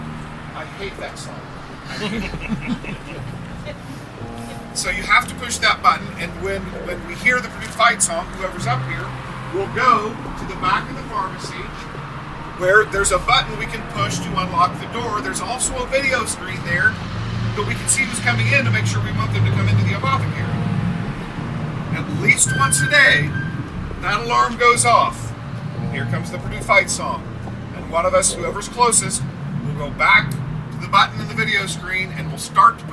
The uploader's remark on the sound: At the Murder and Mayhem tour on Saturday, October 15 on the Salem town square of Washington county Indiana as well as a field recording taken at the Salem Speedway. These recordings have been cleaned up to the best of our ability but expect crowd noise, muted audio, and vehicular sounds as they are presented to give the "feeling" that my family and I had while recording them.